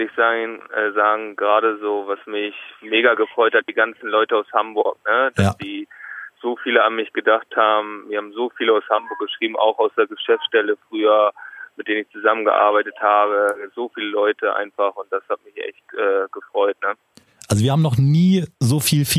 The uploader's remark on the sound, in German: am Telefon